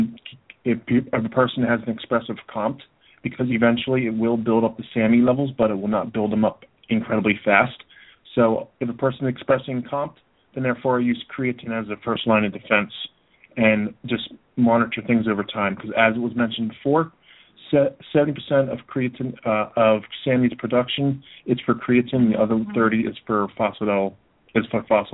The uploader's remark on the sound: opens up the phone lines for a pure question and answer podcast